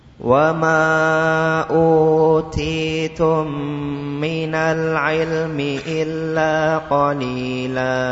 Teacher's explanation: Wa ma utitum uti dua harokat masing-masing dua harokat.